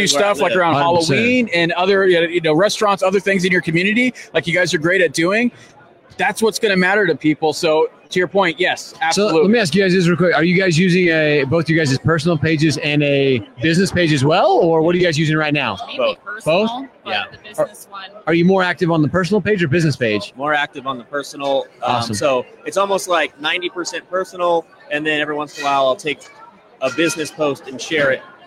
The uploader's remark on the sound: LIVE from AIME Fuse